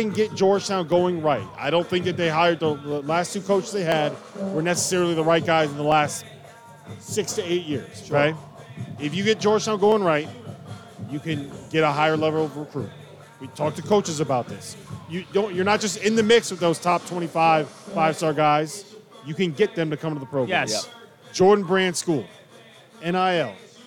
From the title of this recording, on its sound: live from Stadium Swim in Las Vegas